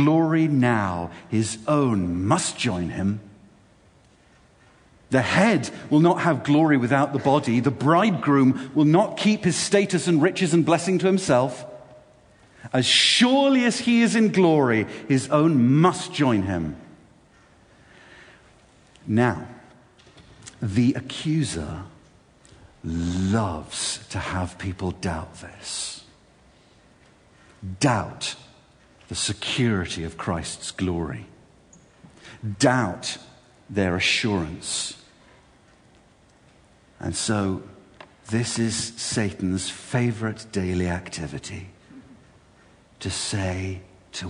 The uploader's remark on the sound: This talk was delivered at Sovereign Grace Ministries‘ Worship God UK 2014 Conference and appears by kind permission.